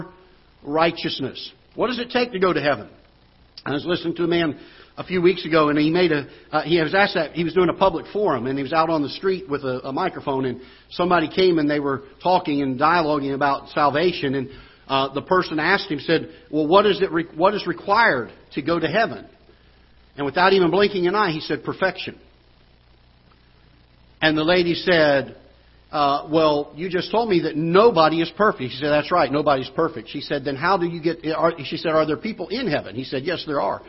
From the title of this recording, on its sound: Ketha Heights Baptist Church ~ Live Broadcast